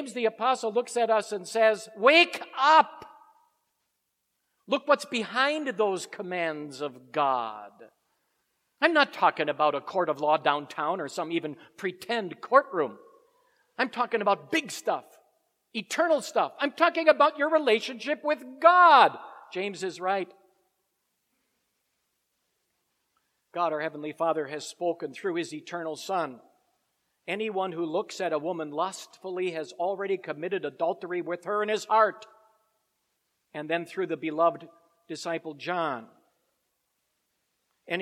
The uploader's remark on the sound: Preached at Grace Ev. Lutheran Church.